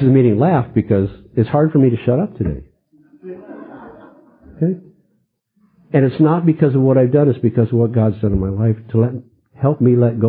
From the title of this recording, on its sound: 2001 Unity Conference - Dinner Speaker